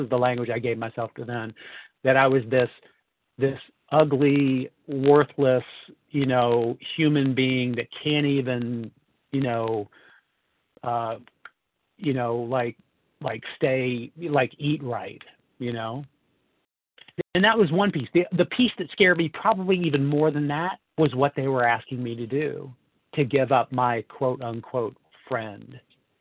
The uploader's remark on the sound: From the 100 Pounders Phone Meeting.